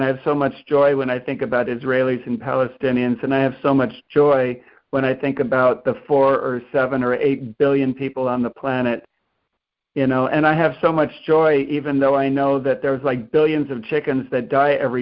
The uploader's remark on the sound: ACIM Daily Conference Call.